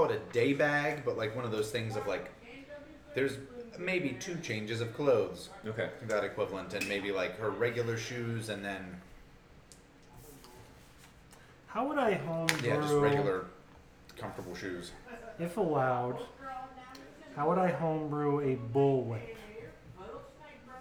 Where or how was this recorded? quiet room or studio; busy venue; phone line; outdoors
busy venue